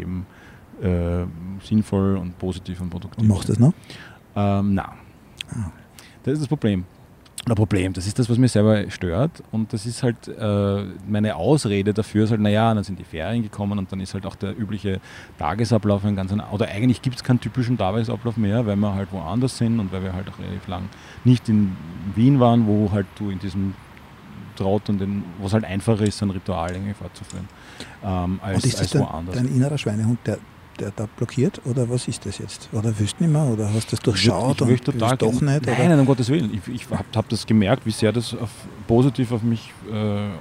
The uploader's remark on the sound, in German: Aufgenommen am Donaukanal.